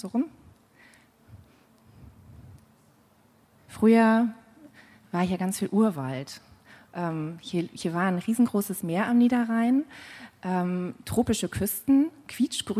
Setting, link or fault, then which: setting, busy venue